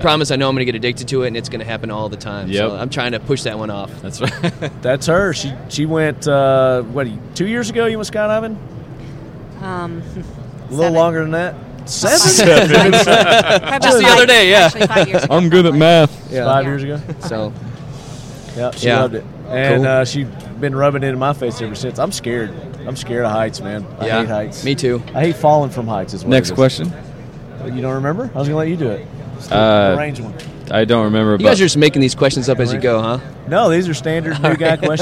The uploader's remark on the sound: 2018 SHOT Show from the Kel-Tec "Leadquarters". Coverage of the 2018 SHOT Show from the Official "Leadquarters" at the Kel-Tec booth.